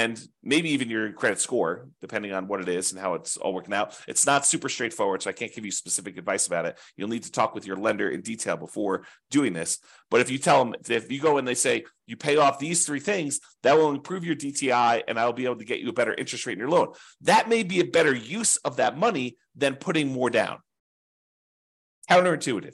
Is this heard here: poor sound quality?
no